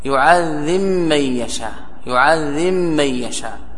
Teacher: وإن كان متحركين سمي متجانسين كبيرا نحو يعذب من يشاء، يعذب من يشاء، كذا يعذب من يشاء، يعذب كيف لا يعذب من يشاء، أدغم الباء في الميم، يعذب من يشاء، يعذب من يشاء، هذا يسمى إدغام كبير.